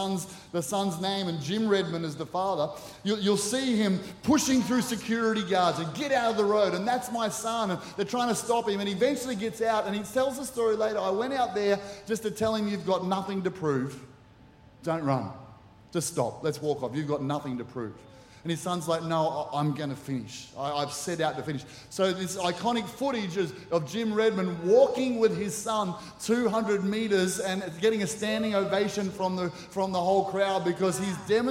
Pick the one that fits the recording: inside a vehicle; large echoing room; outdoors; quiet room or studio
large echoing room